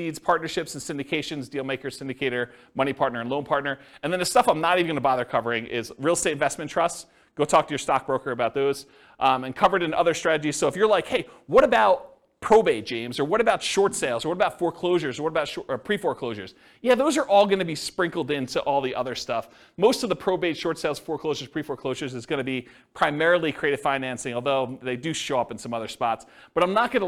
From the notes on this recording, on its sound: This was a live class recorded